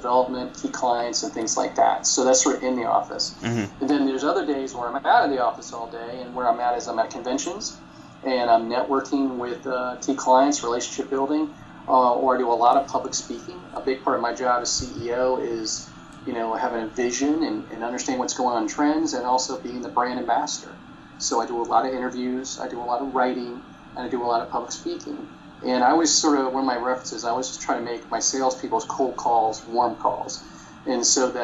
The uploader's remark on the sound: Let me just go ahead and apologize now for the bad audio quality! I forgot to turn the ac off before recording and didn't think it would turn out this bad.